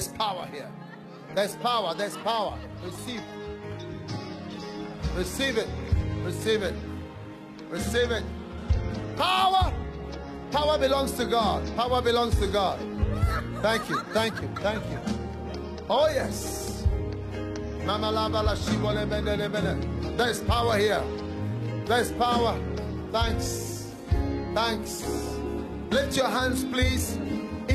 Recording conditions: live audience